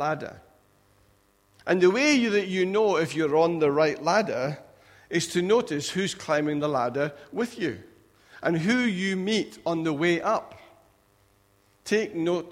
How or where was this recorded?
large echoing room